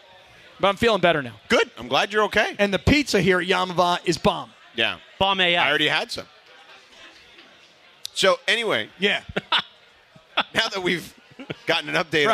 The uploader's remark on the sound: Live from Yaamava